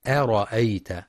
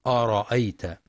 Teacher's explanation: يخطئ بعض الطلاب فيقرأ أرأيت بتفخيم الهمزة، والصواب ترقيقها · Shown in: first take · أرأيت، فلا يقرأ أرأيت.